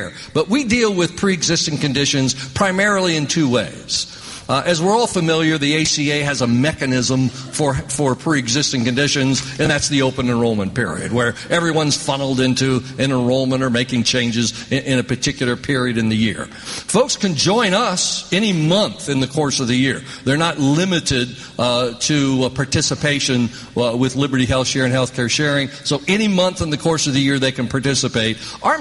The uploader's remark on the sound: interviews recorded live at the conference